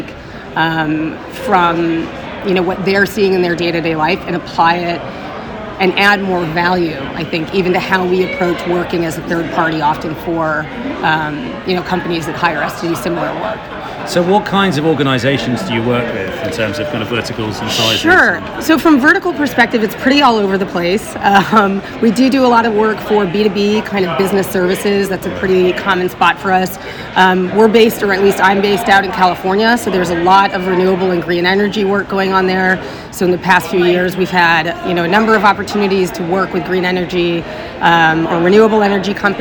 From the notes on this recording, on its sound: Recorded live at the UXDX conference in New York in May 2023.